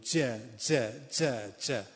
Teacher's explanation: این جیم جاش عوض شده، از شجر اومده تو دندون، بوی ز پیدا کرده